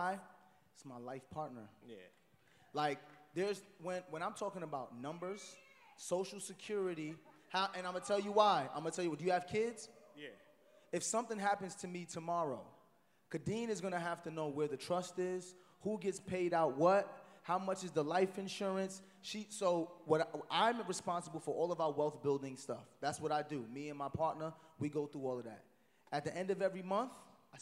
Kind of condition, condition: setting, live audience